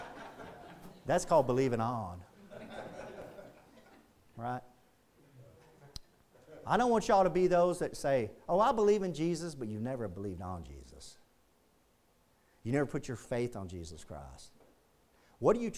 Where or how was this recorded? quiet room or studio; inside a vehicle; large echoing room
large echoing room